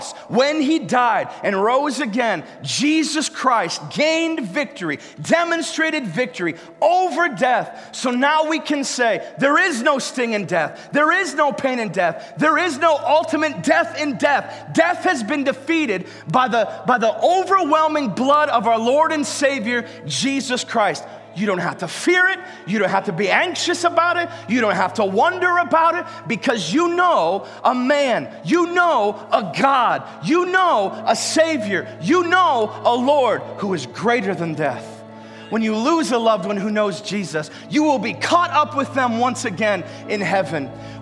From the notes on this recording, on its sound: Live from Covenant Church!